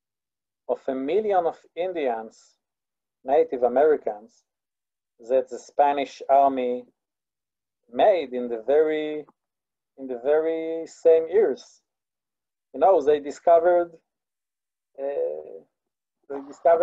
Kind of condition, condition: link, video call